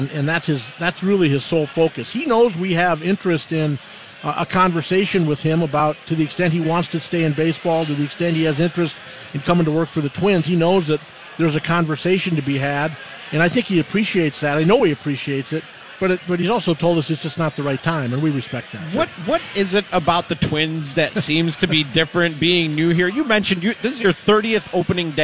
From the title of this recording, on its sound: LIVE from Kieran's Irish Pub